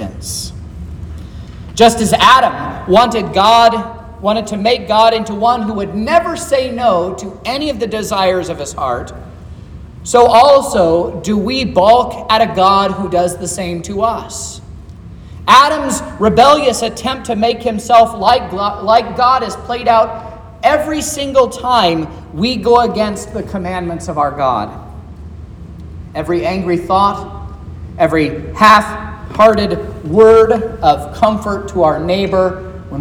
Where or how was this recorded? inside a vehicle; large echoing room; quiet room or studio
large echoing room